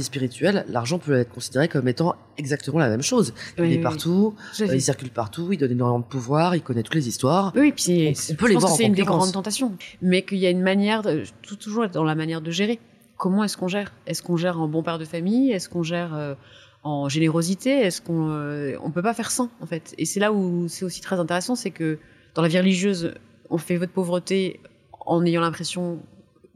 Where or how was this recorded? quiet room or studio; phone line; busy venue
busy venue